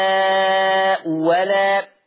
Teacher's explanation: ان التقت همزتان من كلمتين الاولى مضمومه والثانيه مفتوحه تبدل الثانية واو مفتوحة · Term: الابدال